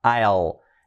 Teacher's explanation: I will, contraído, I'll, con la L bien marcada